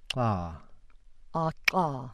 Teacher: And lastly, the alveolar lateral click